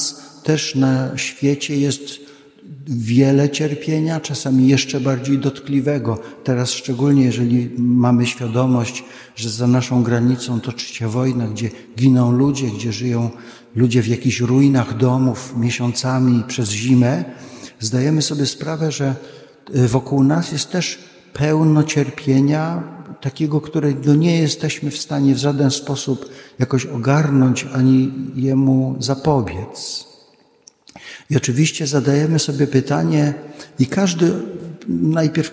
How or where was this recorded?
large echoing room